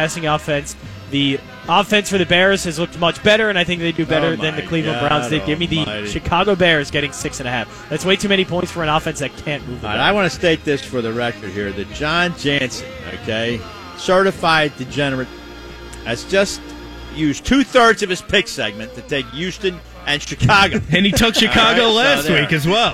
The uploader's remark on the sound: LIVE from the Parx Casino Sportsbook